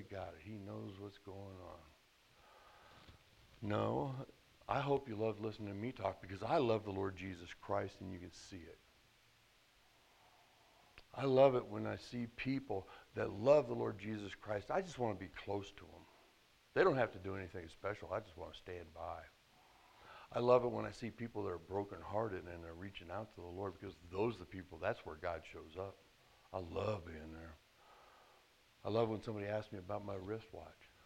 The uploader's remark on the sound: at The Well, an SBC, Converge Heartland church in Hastings, Nebraska